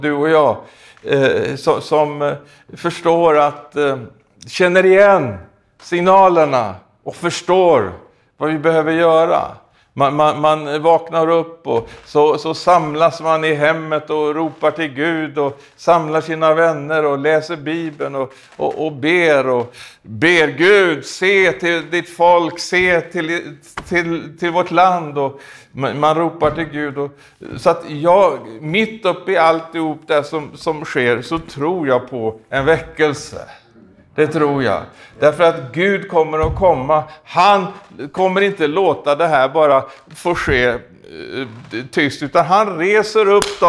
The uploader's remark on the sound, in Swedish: i denna predikan från Skultorps pingstkyrka, inspelad i maj 2021